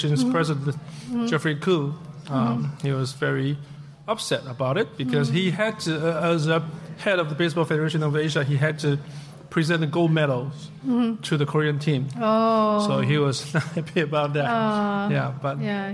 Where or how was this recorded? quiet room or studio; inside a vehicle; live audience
live audience